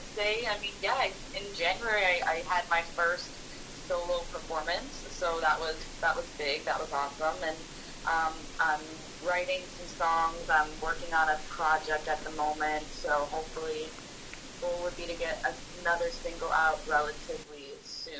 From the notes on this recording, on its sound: Our apology for the subpar audio quality - a technical problem that has since been corrected!